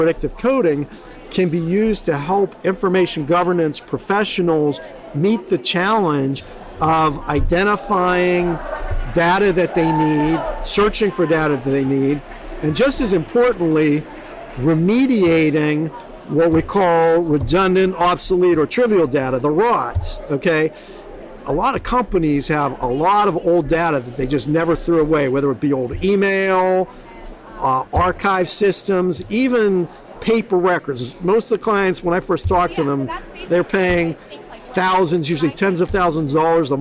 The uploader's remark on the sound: Live at ARMA InfoCon